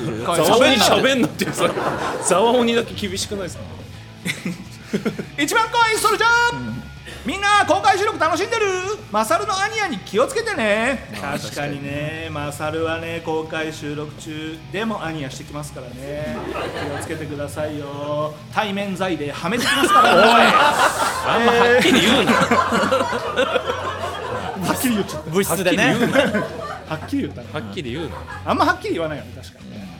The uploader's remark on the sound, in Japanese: 公開収録